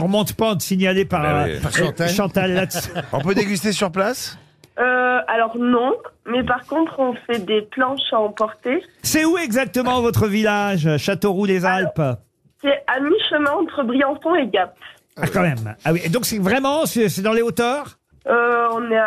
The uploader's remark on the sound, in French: était au téléphone des Grosses Têtes